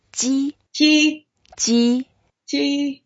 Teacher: it's the first tone, so we make it flat, and we sound if we are smiling with upper teeth and lower teeth together